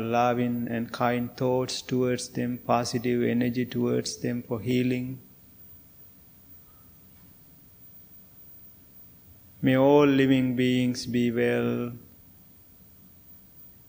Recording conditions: large echoing room